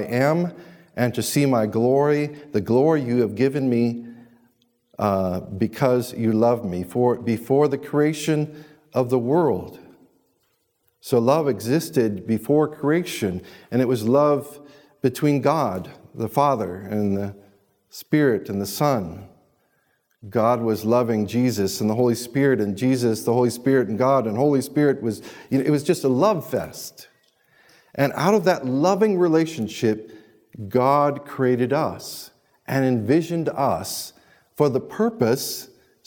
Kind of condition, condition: setting, large echoing room